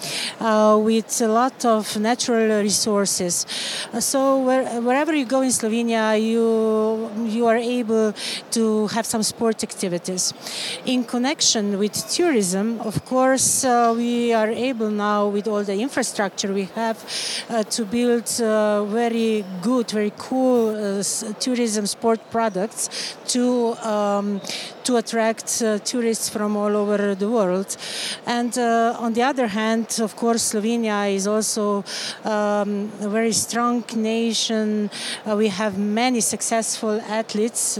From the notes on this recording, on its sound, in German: Sport und Kultur Travel Talks auf der ITB.